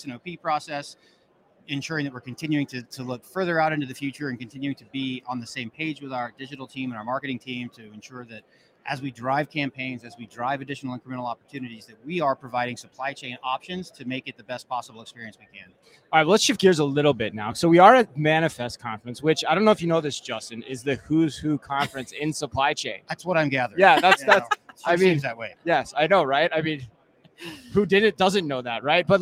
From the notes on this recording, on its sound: Live from Manifest The Future of Logistics Conference In Las Vegas